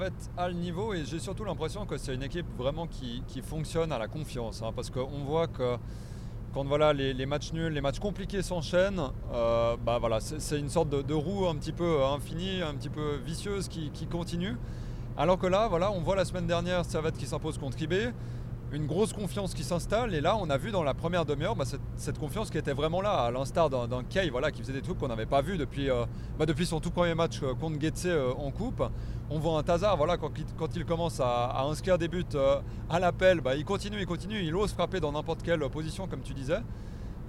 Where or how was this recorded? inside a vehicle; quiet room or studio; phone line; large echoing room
inside a vehicle